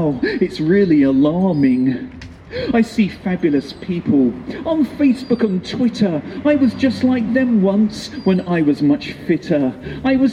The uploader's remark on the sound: Live in Plymouth at Wonderzoo Mellow Yellow. On a windy day at a one day festival in Plymouth, August 2020.